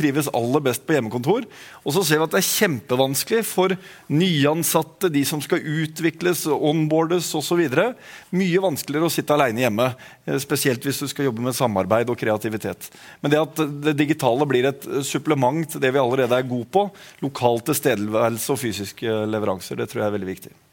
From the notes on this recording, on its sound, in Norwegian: Sammen debatterte de temaene på Bedriftshelsepoddens live-sending på BHT-konferansen.